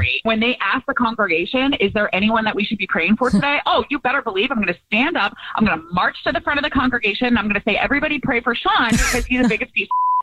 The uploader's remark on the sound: War of the Roses is when someone calls The Jubal Show because they think that their partner is cheating so we call them offering services in order to catch them cheating. On the phone today for War of the Roses.